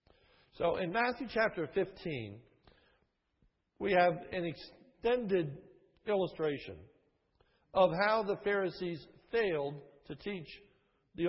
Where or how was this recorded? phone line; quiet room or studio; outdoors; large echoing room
large echoing room